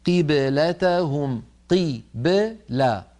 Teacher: قبلة الباء ساكنة قبلها مكسور بعدها مفتوح · Term: حروف قلقلة